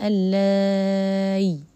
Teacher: إبدال الهمزة إلى يا ساكنة مع المد المشبع